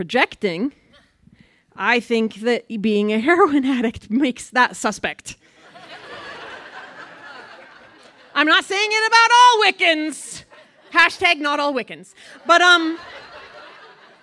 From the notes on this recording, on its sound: Buntport Theater, the home of our Denver show. This story was recorded live on 19 April 2017 at Buntport Theater in Denver, Colorado.